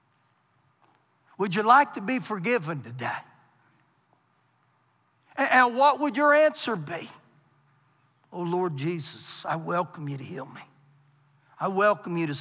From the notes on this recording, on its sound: Recorded live during our Wednesday night service